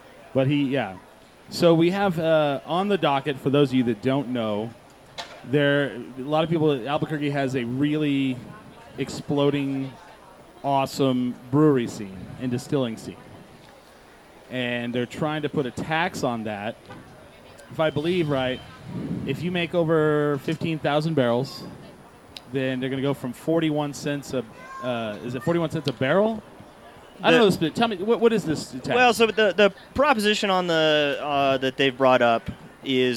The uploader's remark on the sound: Live from Green Jeans Farmery